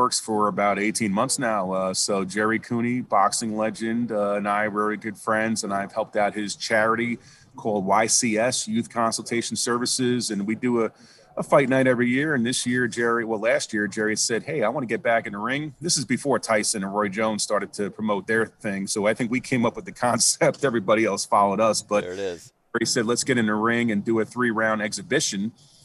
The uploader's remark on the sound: Radio Row in Tampa Bay. Live from Radio Row.